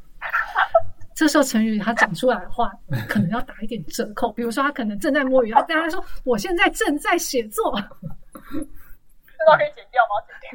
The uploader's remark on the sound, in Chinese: 因為年初突發的疫情改為遠端錄音，品質不佳之處，請大家多多見諒